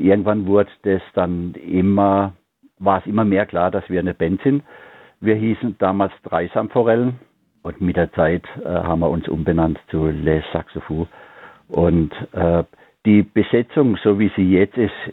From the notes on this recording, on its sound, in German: HoffART Theater. Die GIGparade ist das Live-Konzert Magazin von Radio Darmstadt für die regionale Musik- und Kultur-Szene Darmstadts. Für aktuelle Infos rund um die GIGs werden die Musiker und Künstler per Telefon direkt in die Sendung zum (Live-)Interview hinzu geschaltet.